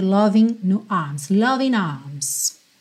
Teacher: Loving arms, ele juntou pelo N